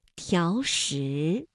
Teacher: 下啊，像条石这样两个二声字连读应该怎么变调呢？我们说声音的声调分为五度，一二三四五，那么二声呢应该这样读，三五条石。那本来两个相连呢还应该是两个三五啊，但是呢考虑到连读需要变调，那么第一个字就读成了三四，第二个依旧读三五